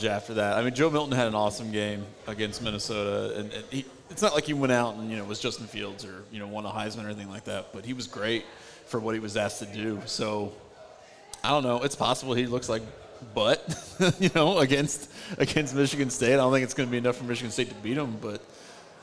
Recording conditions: busy venue